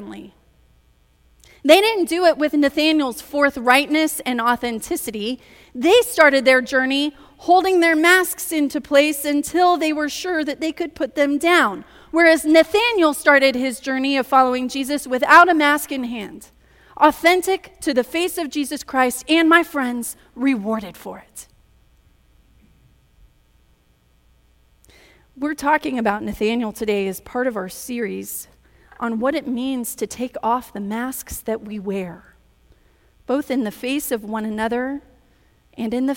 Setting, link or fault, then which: setting, live audience